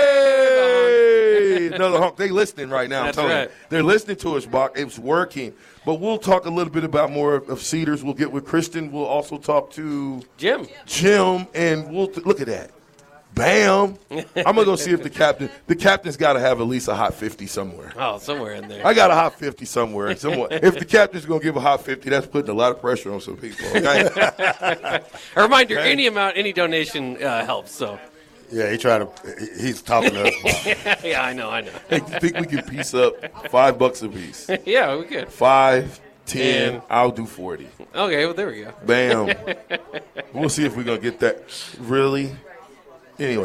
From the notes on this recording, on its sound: LIVE FROM CEDARS